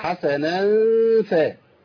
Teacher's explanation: ما تعملش اظهار للنون. انا عندي النون مخفية عند الفاء